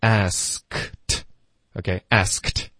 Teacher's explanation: 一般老外说 asked,的时候呢都会把这个科和特的音都省略